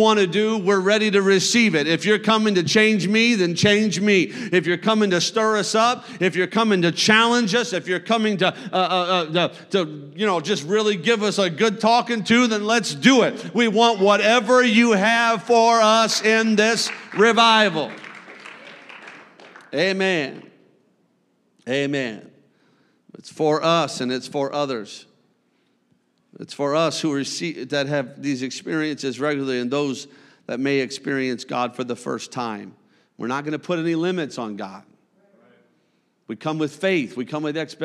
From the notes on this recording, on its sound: A service recording from Connect Point UPC.